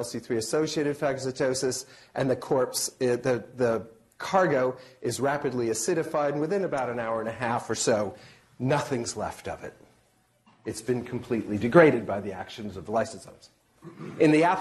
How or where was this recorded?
live audience